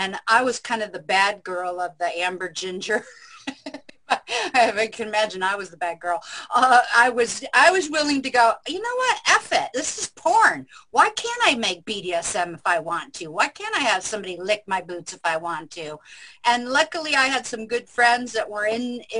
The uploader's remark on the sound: A great discussion and interaction from everyone on the Zoom Show and one of our best shows!